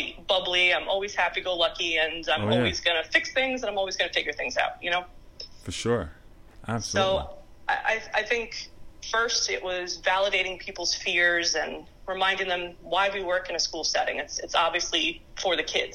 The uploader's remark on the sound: Candid phone conversation